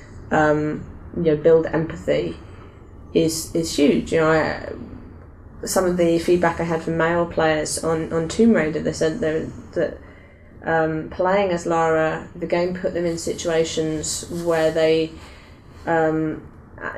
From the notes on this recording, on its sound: This episode was recorded during Develop:Brighton 2016 - hence the seagulls.